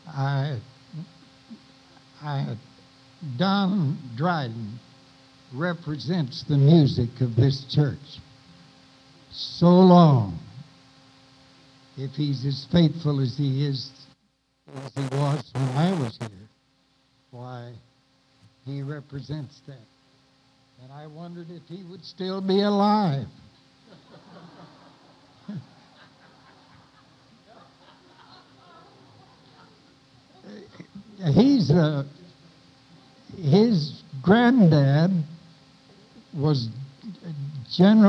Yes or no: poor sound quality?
yes